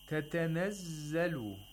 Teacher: The zay here has a tashdeed. You have to pronounce two zays. And the first one is sakin.